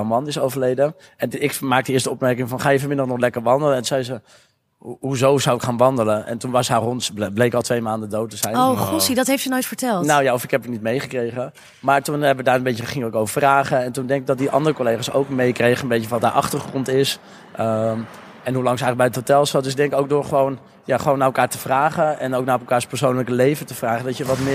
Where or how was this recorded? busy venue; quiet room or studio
busy venue